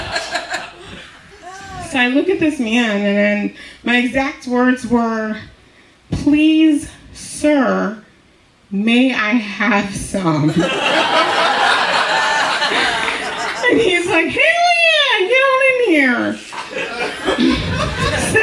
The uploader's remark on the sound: Live From Charleston 2!